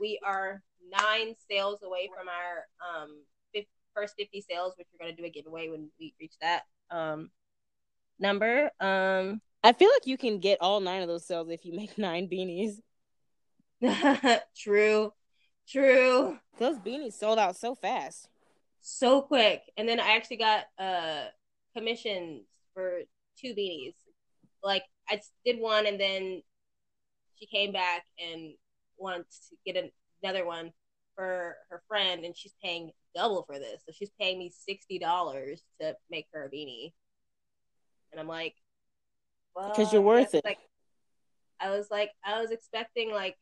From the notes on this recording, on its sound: I used a different mic so sorry the audio sucks